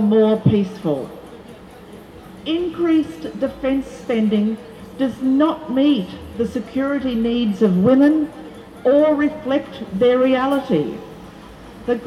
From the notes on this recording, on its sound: Rally for Peace 18 March 2022 outside the Hilton Hotel organised by JustPeace